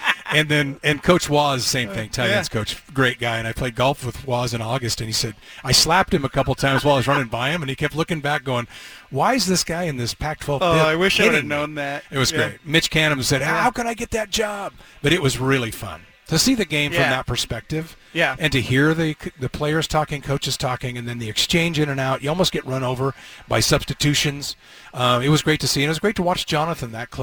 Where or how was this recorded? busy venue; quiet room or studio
busy venue